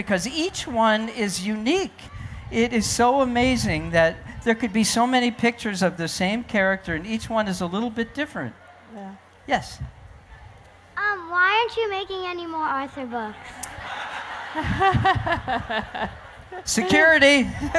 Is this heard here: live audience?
yes